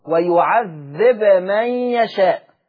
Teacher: سكن الباء مع الإظهار